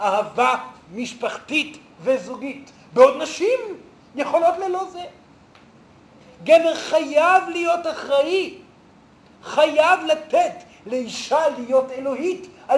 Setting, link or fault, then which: setting, live audience